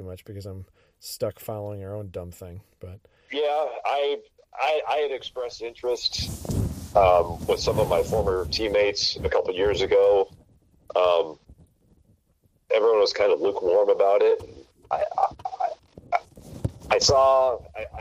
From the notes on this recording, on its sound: gets on the phone